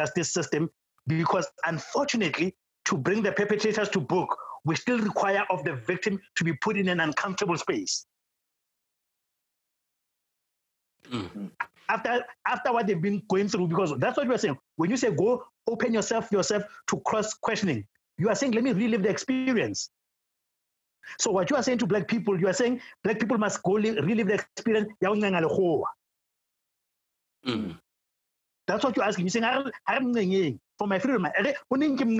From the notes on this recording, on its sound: Zoom recording